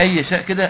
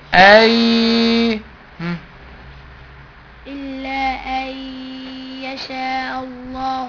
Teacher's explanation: عندي نون ساكنة بعدها ياء. إدغام بجنة. · Shown in: second take